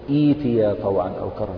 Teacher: مثلا والأرض ائتيا طوعا أو كرها، إذا أردت أن تبدأ تقول ائتيا طوعا أو كرها، بدينا بهمزة الوصل مكسورة، ولما كسرناها همزة الوصل تحولت الهمزة الساكنة إلى ياء